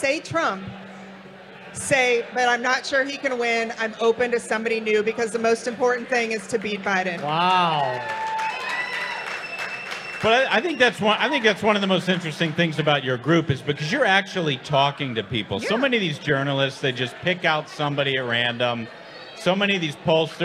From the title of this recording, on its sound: LIVE! From Washington, DC